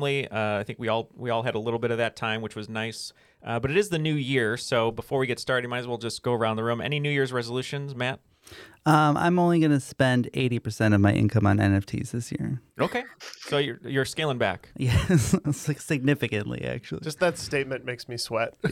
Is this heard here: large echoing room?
no